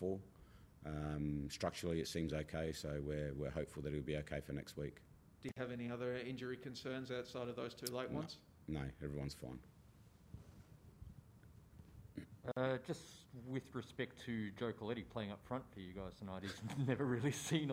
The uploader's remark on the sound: Post-Match Press Conference | Melbourne Victory v Adelaide United.